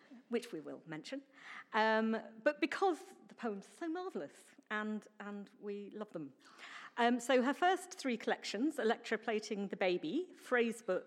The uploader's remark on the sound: A live recording of the National Poetry Competition 40th Anniversary Readings at Kings Place, held on 20th March 2019